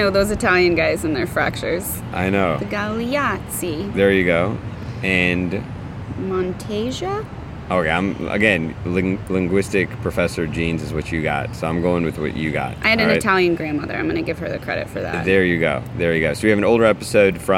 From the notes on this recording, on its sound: Live from SAEM'23! This is their recording from the conference.